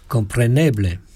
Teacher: je le prononce avec le R sur le palais